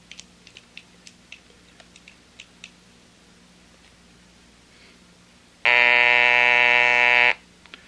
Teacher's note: This is not a periodic sound. It has a lot of noise in it. It does not replicate the quasi-periodic characteristics of a voice, and in fact does produce a very robot-like sound. · Term: buzz sound